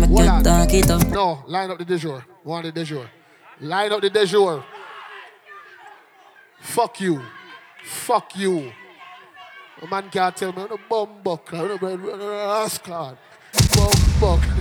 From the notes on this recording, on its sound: Live Set at 3WAY. Scala night club, London Uk.